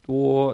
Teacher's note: Duo, D-U-O, is first tone, straight across. Duo, so you just hold your tone.